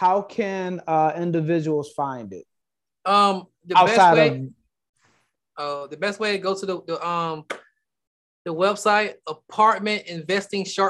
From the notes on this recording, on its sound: Investors Gallery is a live Zoom open to the public. Investors Gallery is recorded and filmed in the Art Gallery built in the home of the Principle of Dimensional Capital Partners.